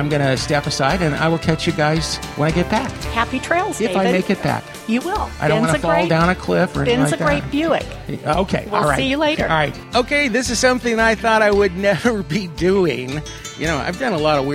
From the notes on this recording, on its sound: Records the show riding "Ben". Trotting past Cab Franc and Chardonnay grapes and California chaparral and through a bit of a cloudburst. Next, it's on to the tasting room of this six-generation family-run farm and vineyards at Cooper-Garrod Estate Vineyards.